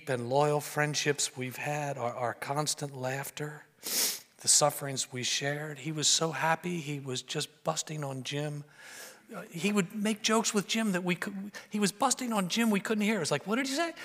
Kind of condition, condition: setting, large echoing room